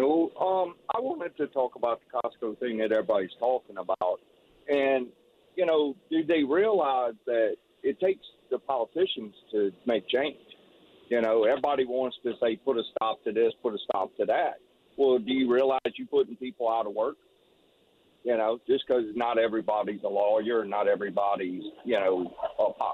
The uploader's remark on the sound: WWL Listeners from the Northshore call